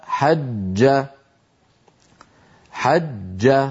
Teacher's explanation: ننظر على يمين الصورة، ينحبس الصوت خلف وسط اللسان ويهتز الوتران الصوتيان عند نطق الجيم المشددة